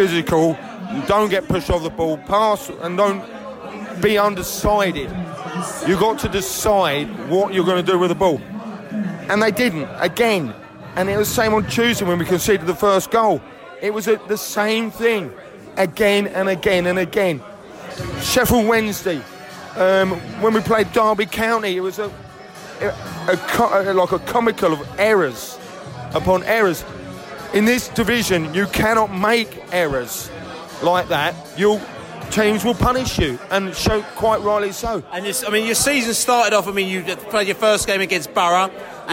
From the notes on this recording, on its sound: Post-Match Podcast From The Pub.